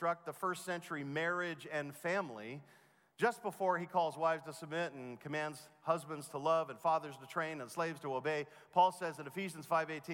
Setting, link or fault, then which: setting, live audience